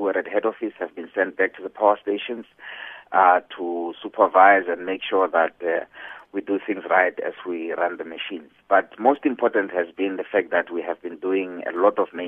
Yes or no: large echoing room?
no